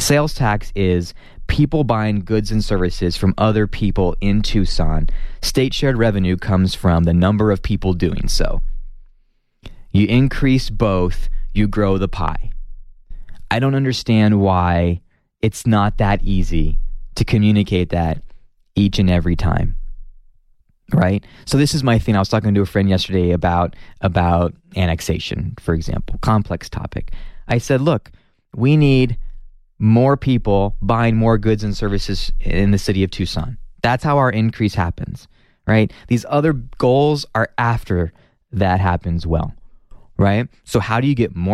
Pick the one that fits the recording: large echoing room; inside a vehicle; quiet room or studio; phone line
quiet room or studio